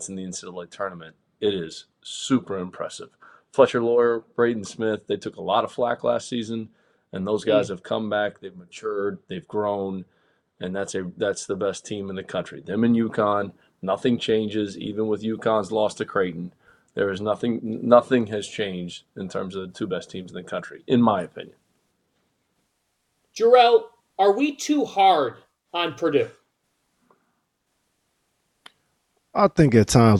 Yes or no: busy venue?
no